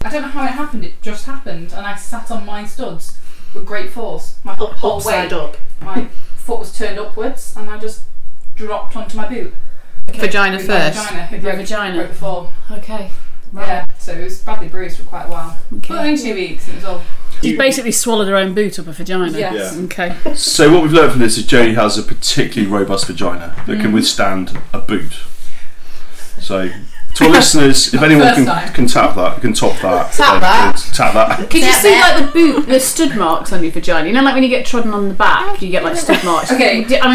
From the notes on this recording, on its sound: We attempt, with varying degrees of success to do an in-person recording. This was harder than we initially thought, so please bear with us as we figure out the sound quality when we’re all together!